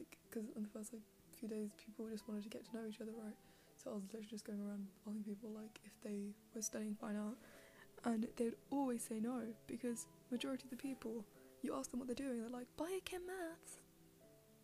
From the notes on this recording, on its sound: more background noise for you